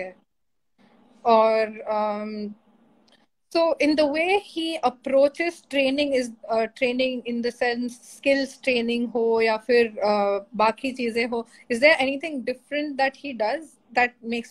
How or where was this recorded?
video call